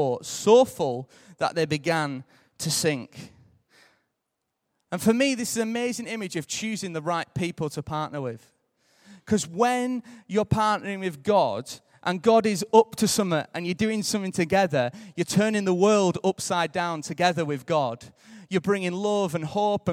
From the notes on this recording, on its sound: Recorded live at Life Church on Sunday 26th July 2015.